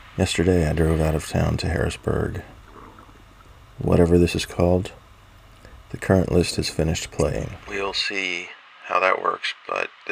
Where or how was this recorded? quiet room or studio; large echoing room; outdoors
outdoors